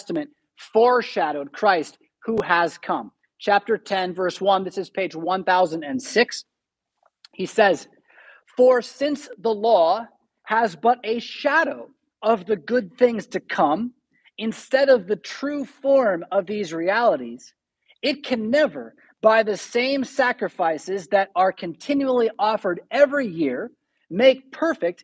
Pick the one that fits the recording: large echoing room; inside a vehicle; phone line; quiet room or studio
large echoing room